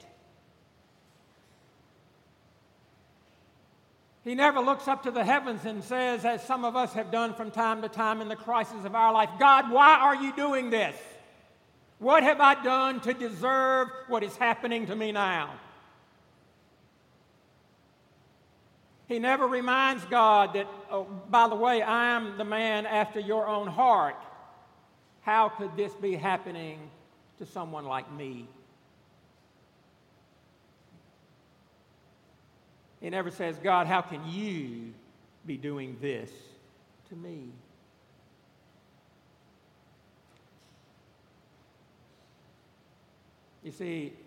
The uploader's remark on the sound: This past Sunday, September 8 at Redeemer Presbyterian Church in Charleston, SC